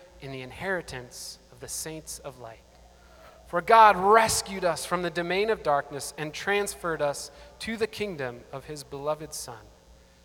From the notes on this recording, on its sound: Audio from Renew’s 15th Anniversary Gathering